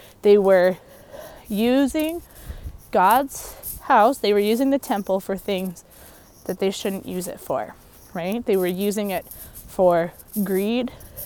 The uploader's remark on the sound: I apologize for the background noise!